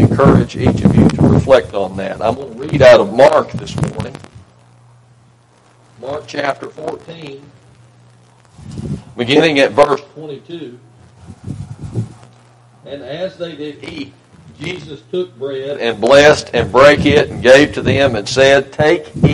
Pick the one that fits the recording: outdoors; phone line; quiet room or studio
outdoors